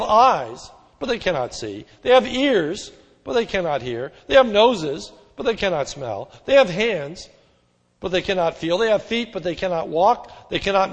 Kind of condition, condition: setting, large echoing room